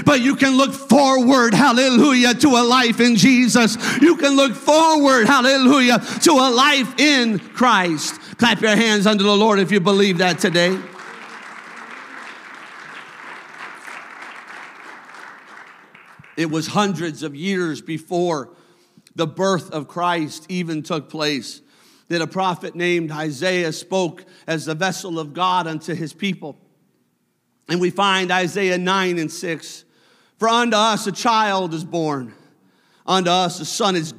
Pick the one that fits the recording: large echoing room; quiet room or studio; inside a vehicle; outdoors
large echoing room